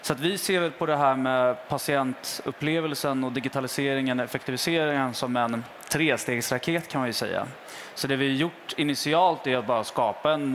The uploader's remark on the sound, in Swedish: Live från Tandläkarmässan i Stockholm.